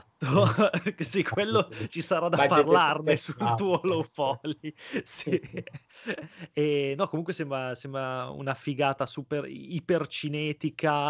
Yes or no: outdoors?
no